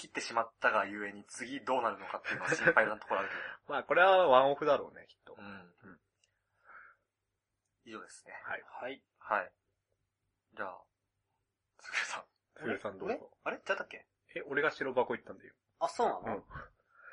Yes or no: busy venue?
no